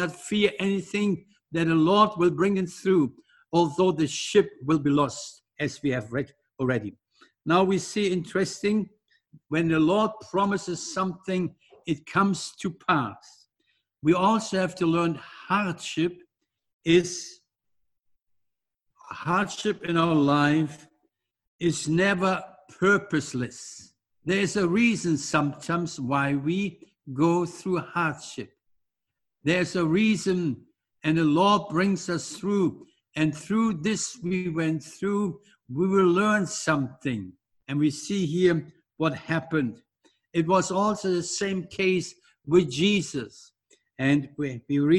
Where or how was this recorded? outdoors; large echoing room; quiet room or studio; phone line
large echoing room